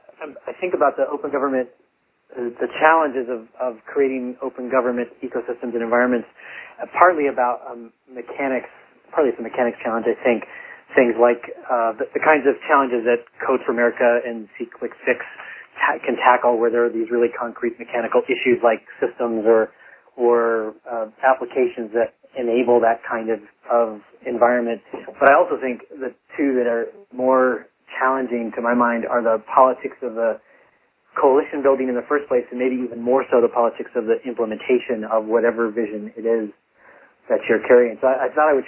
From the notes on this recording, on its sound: The Open Gov conference call series focuses on case studies, challenges, ideas and solutions from communities across the country.